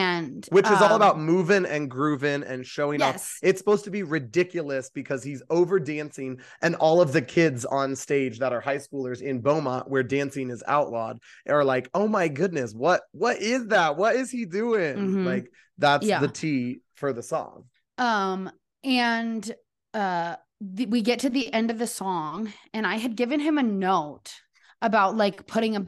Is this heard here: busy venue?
no